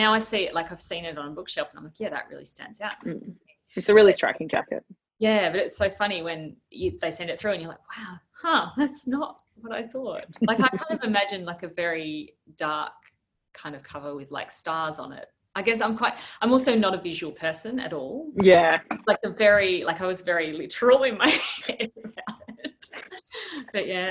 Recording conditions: video call